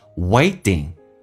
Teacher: 两个元音中间所加的辅音 T 要被浊化